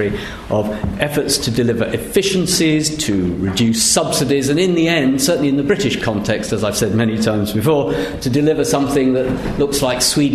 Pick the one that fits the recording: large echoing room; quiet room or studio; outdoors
large echoing room